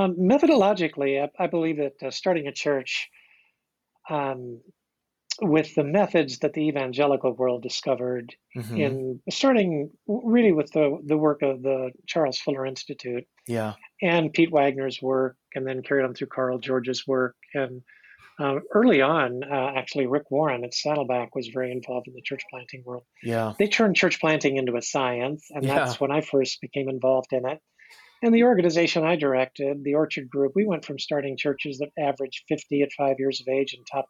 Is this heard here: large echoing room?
no